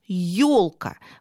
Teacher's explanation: Вот если чётко-чётко фонетически произнести это слово, мы слышим, что ё делится на два звука. Ий краткое и «о», которое будет ударным.